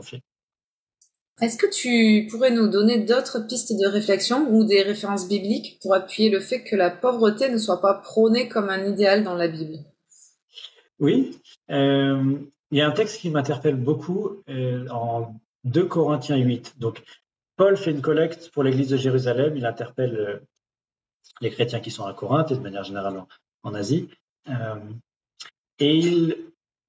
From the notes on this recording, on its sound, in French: Replay audio du webinaire enregistré le 21 septembre 2023